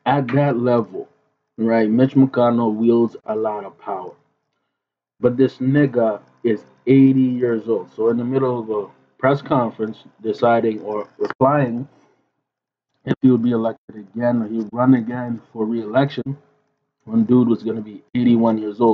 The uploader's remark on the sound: Apologies for the trash audio, we had a mic issue.